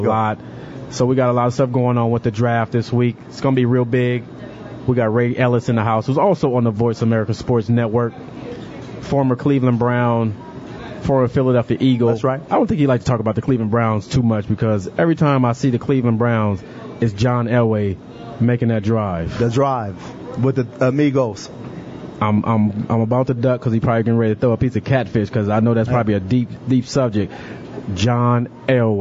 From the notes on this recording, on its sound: Live From Fat Daddys'